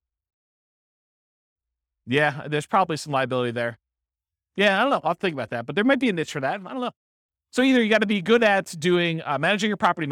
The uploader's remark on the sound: This was a live class recorded